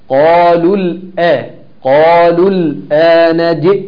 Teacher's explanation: الهمزة فيها انقطاع وانقطاع، انقطاع صوت وانقطاع نفس